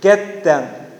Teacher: The manner changes, plosive, from fricative into plosive. And the voicing changes from a voiced into voiceless, okay? · Term: progressive assimilation